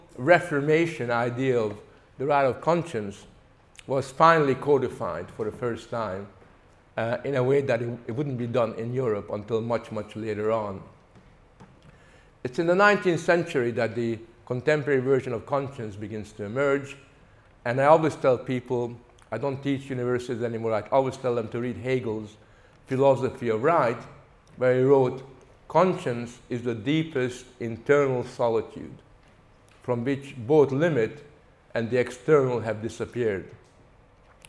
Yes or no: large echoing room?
yes